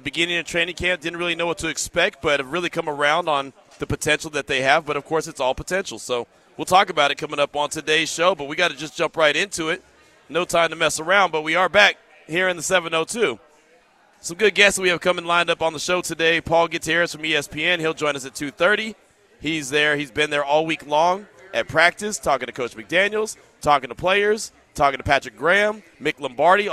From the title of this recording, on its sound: LIVE AT BUFFALO WILD WINGS